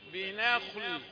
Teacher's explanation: نون رقيق خاء مفخمة لام رقيق